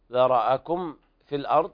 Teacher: إظهار شفهي لوقوع الفاء بعد الميم الساكنة